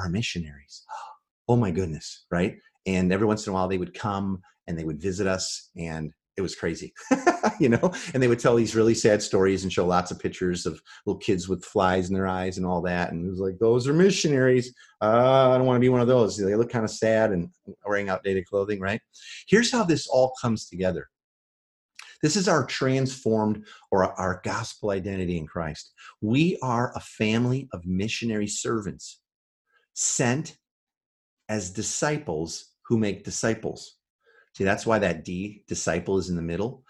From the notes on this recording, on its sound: This is the audio from the Live training we did online.